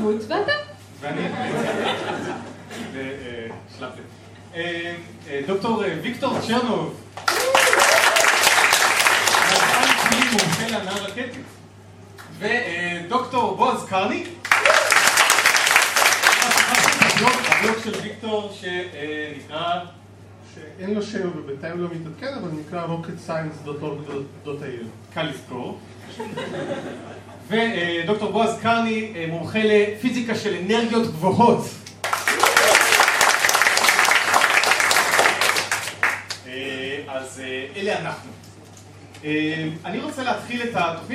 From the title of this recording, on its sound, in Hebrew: פרק מול קהל חי בפסטיבל אייקון